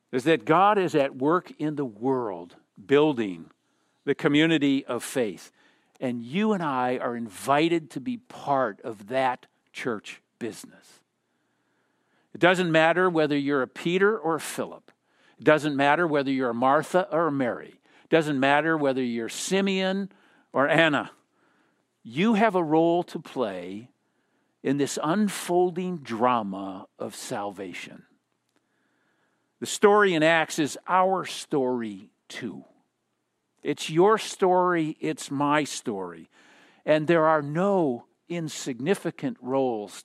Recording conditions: large echoing room